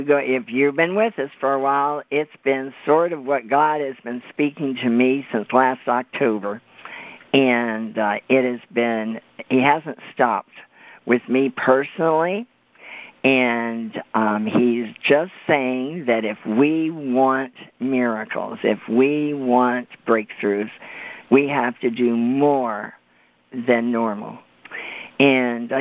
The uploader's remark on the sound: CONFERENCE CALL